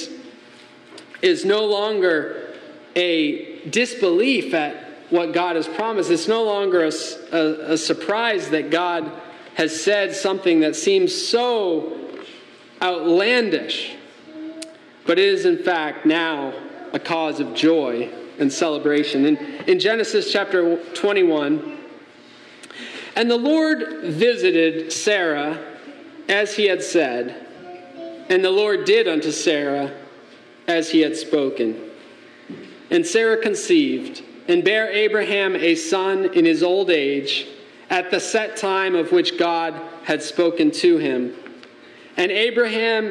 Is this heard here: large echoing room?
yes